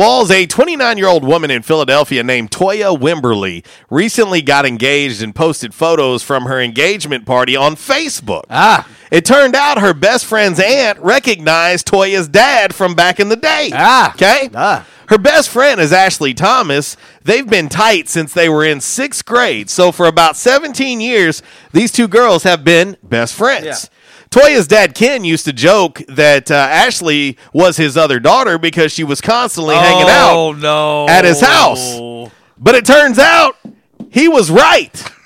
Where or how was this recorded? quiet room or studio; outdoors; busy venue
busy venue